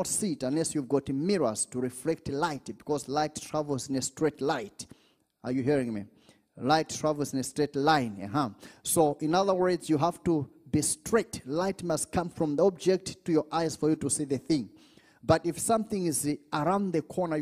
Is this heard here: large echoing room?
yes